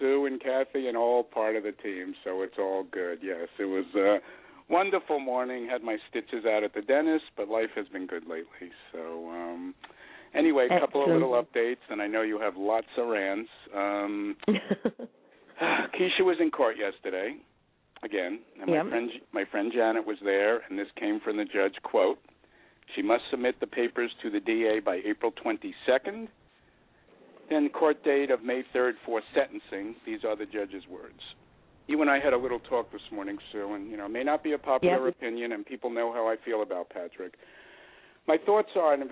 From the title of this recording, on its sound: Call